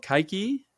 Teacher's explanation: My K's are a little too far forward. They're not quite glottal enough.